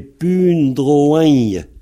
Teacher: Et on le nasalise, on le prononce par le nez, ça fait pundroin. Donc, c'est un i devenu ei et nasalisé.